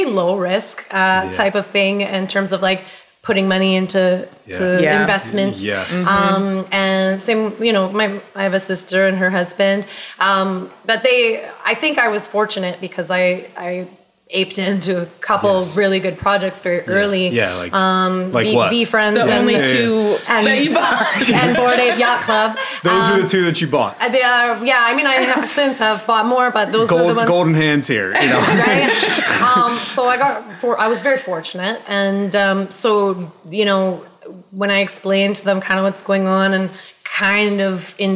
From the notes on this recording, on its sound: Live from NYC. This two-part episode recorded at NFT NYC.